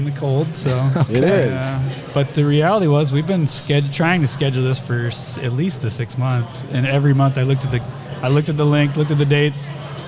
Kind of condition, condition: setting, busy venue